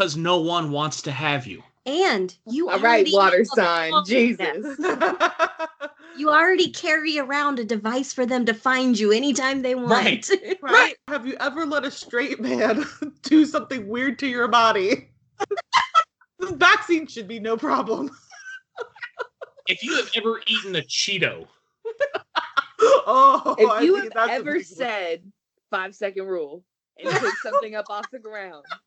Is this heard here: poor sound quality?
yes